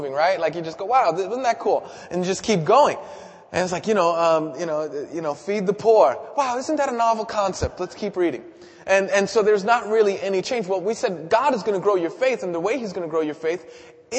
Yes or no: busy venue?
no